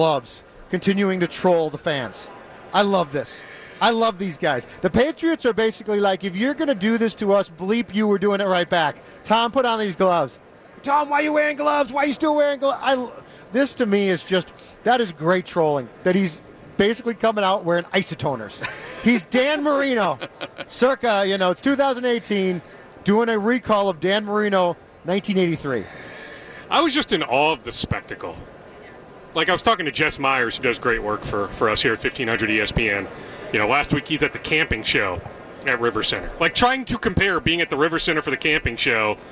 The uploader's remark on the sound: live from Radio Row all week